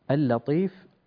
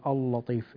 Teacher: اللطيف رقق اللام، لا تقول اللطيف · Shown in: first take